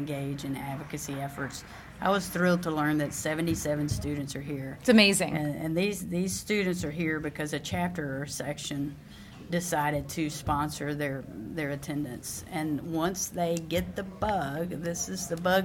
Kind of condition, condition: setting, busy venue